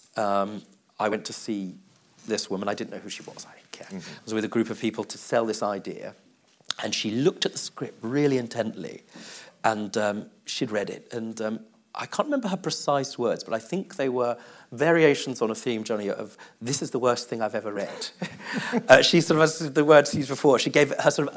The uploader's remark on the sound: LIVE in the main theatre at JW3